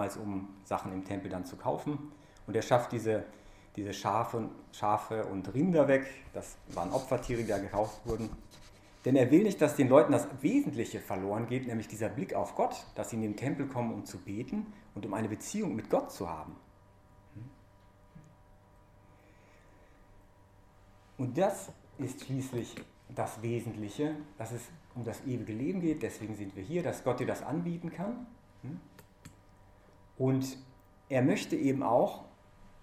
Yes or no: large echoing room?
yes